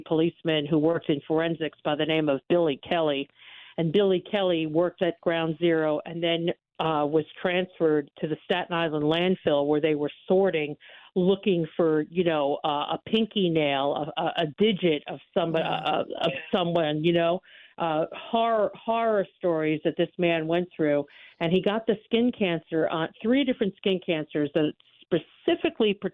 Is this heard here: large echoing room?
no